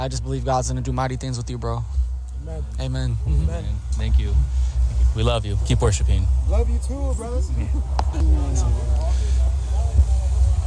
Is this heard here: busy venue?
yes